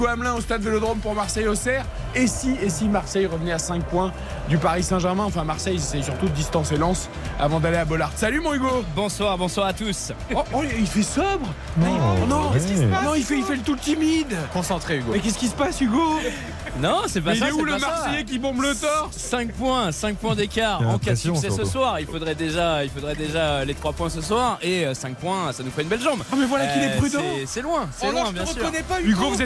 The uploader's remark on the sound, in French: en direct du Vélodrome